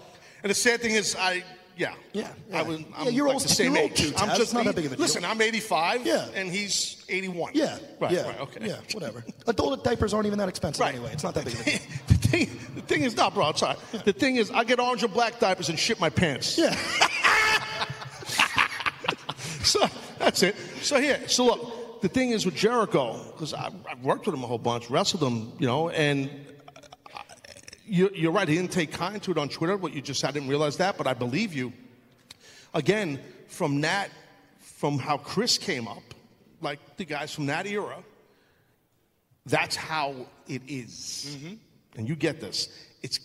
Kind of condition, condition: setting, live audience